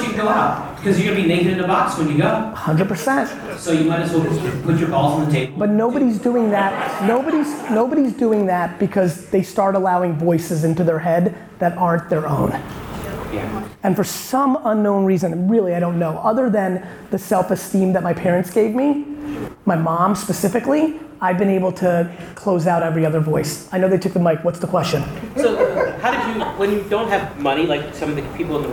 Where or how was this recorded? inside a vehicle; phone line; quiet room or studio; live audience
live audience